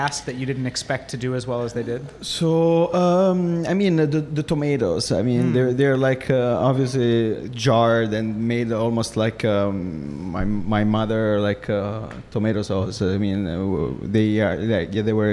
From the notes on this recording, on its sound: at Ends Meat in Industry city for a LIVE Feast Yr Ears